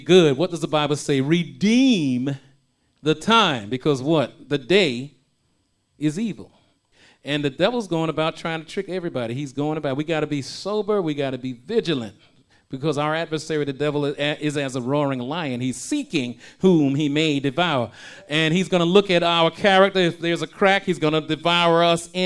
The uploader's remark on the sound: shared this message live at RACC